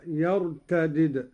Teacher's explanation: قوله تعالى: يا أيها الذين آمنوا من يرتد منكم عن دينه فسوف يأتي الله بقوم. قرأ قالون على فك الإدغام أي بدالين: الدال الأولى مكسورة والثانية مجزومة هكذا: يرتدد، وهي لغة أهل الحجاز، وعليها الرسم المدني والشامي.